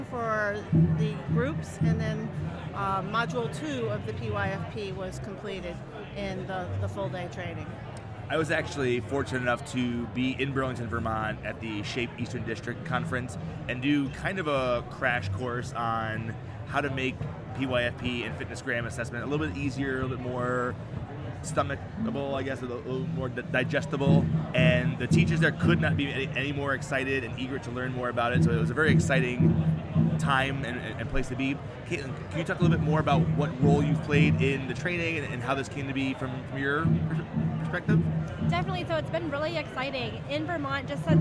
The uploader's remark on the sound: Live from SHAPE Nashville. Tune in to hear all the fun and insight from the national conference as it took place from the US Games booth in the Exhibit Hall.